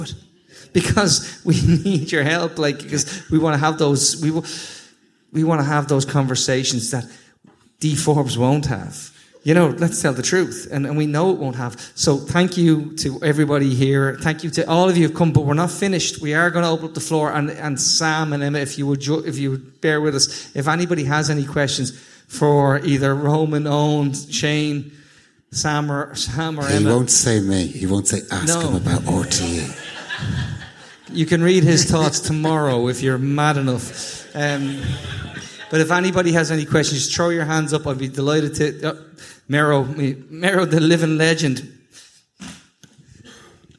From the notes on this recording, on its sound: Live at the Sugar Club. Stay tuned 'till the end for a lively Q&A.